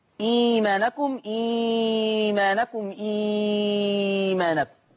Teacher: قرأ ورش بثلاثة البدل في لفظ إيمانكم